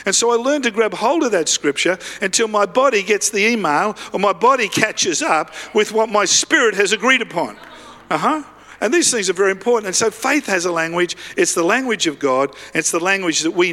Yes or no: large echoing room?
yes